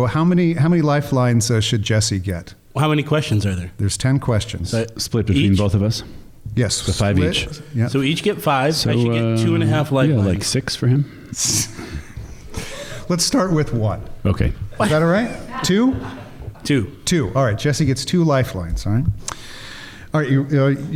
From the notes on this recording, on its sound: In front of a live studio audience of Liturgical Institute students.